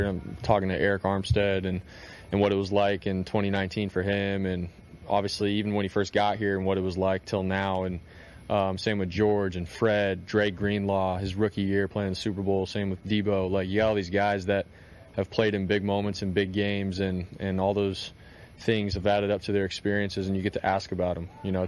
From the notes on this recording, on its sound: Live From Radio Row in Las Vegas!